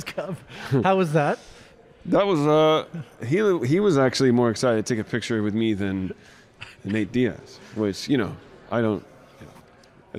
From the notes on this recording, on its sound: Live from a convention. This time they're at Stockton Con Winter.